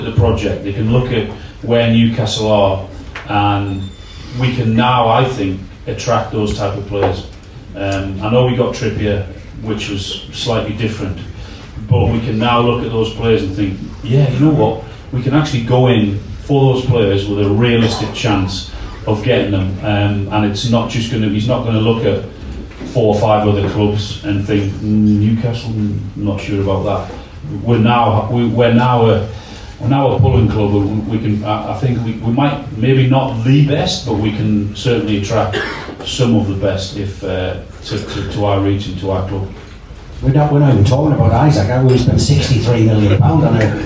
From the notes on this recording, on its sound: Attended a talk in which we have recorded for you as a podcast. Sadly we the professional audio was lost on the night but we have this back up audio to bring you what was a great night.